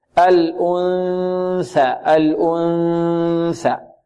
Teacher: النون هنا التي قبل الثاء حكمها ماذا؟ الإخفاء، وفيها غنة، فيها غنة، تضبط، يضبط زمن الغنة بالتلقي والمشافهة.